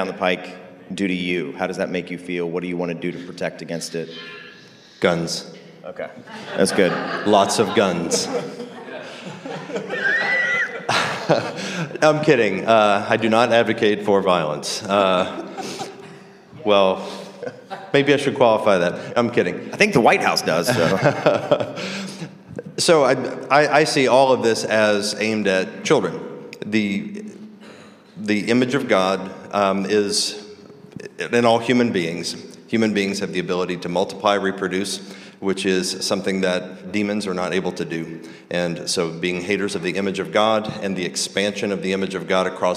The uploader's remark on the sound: This episode was recorded like at the 2023 King's Domain Conference